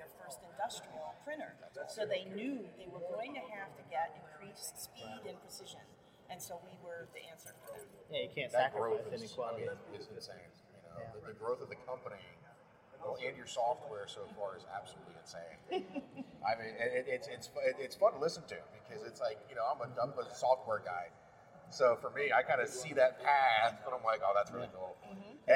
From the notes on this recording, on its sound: We're coming to you from Rapid+TCT 2023, the premier conference for additive manufacturing and 3D printing.